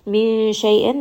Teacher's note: There is a noon sakin followed by the letter sheen, which is one of the letters of ikhfa. So I am going to hide this noon sound within the makhraj of the next letter, which is sheen